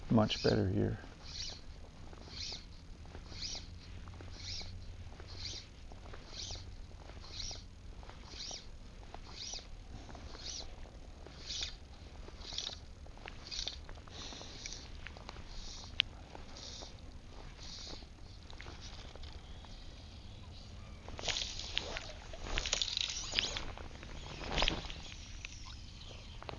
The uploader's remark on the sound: A podcast recorded on a quiet October morning on the Danish coast